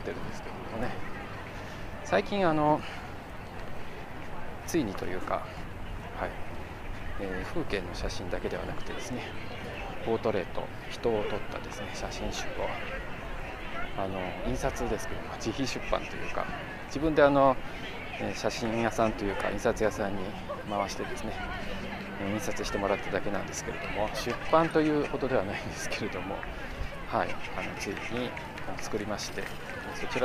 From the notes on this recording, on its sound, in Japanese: 華山1914文化創意産業園区の公園内にて歩きながらの収録。